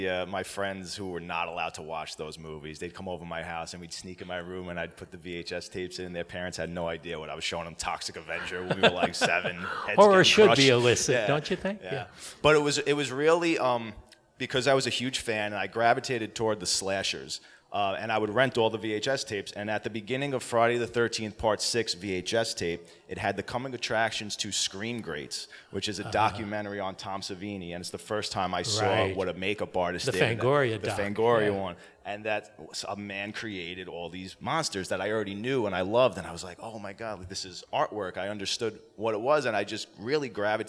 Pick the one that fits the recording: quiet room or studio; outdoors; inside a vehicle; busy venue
busy venue